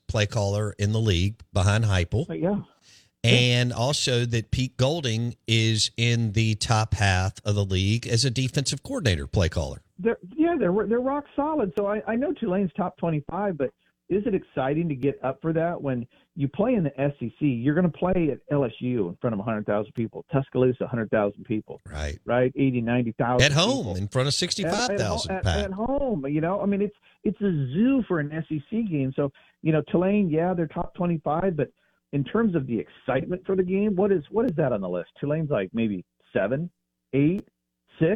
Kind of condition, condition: link, phone line